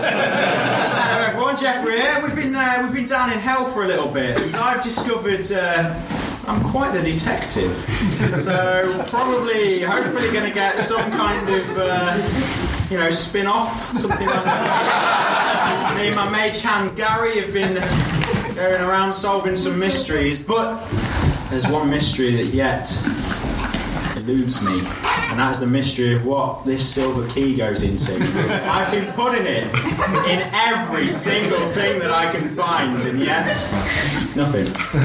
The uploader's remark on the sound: Audience suggestions for this episode